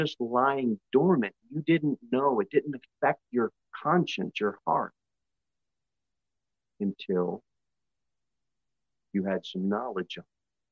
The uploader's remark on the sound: Sermon delivered at Pilgrim Baptist Church on Sunday, January 18, 2023, at 11:15 am. Jere Whitson Rd.